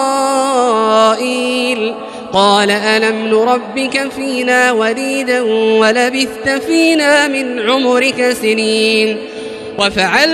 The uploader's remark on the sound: This is Live Recitation from Masjid ul-Haram in Al-Makkah Al-Mukarramah, 1440 H./2019 A.D. Special thanks to Haramain Recordings for this recitation.